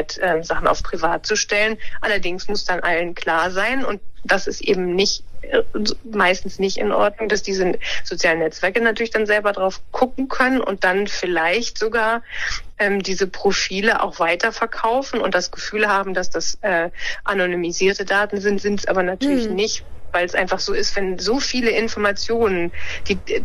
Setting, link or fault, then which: link, phone line